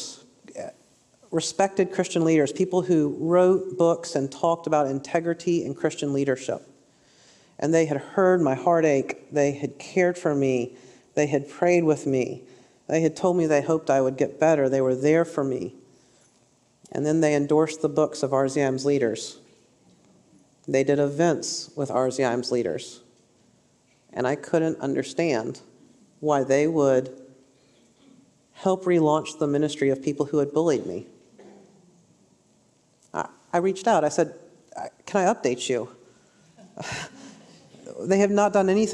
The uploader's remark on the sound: a highlight session from this year’s Restore Conference